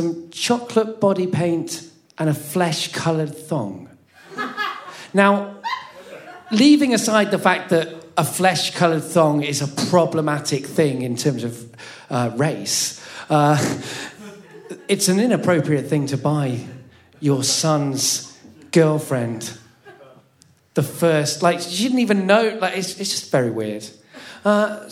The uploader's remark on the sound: The third of three recordings from our Tragic Christmas live event which took place at the Dogstar in Brixton on the 12th December.